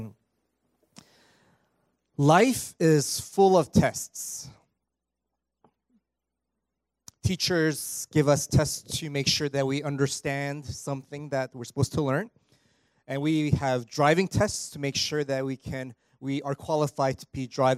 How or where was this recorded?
large echoing room